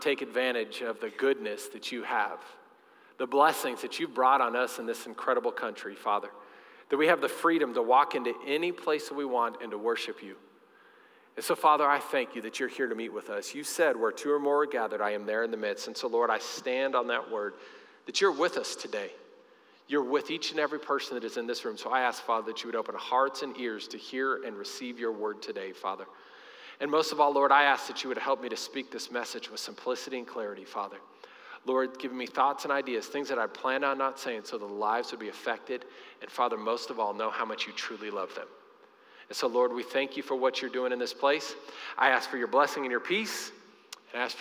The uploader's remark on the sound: Recorded live during our Sunday morning service